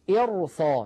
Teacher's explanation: نفخم الراء مع أن قبلها كسرة، لكن لاحظوا الذي بعدها صاد مفتوحة